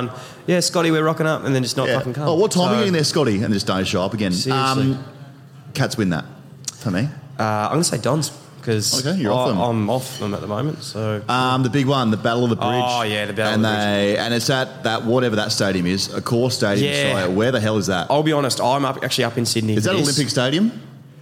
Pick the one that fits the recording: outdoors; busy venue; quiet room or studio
busy venue